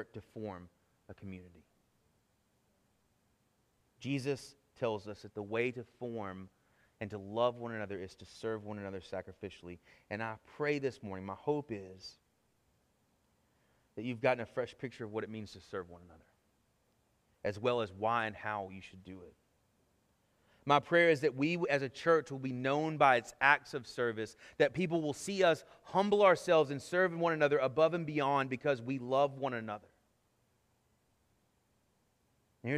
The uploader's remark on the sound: Sermon Audio from our Worship service.